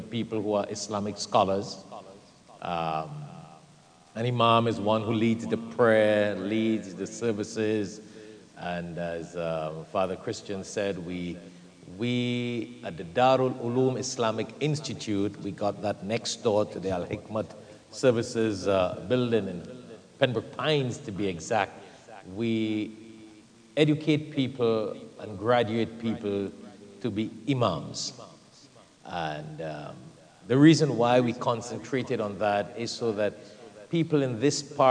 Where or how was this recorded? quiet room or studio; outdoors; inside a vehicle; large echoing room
large echoing room